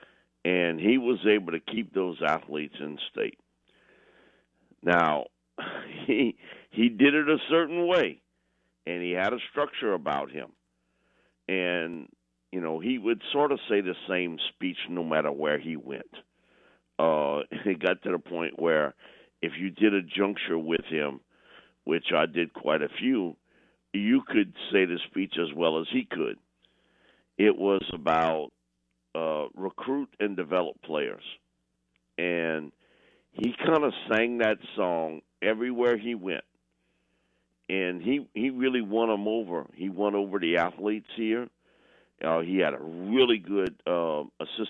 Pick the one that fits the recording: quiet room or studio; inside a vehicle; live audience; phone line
phone line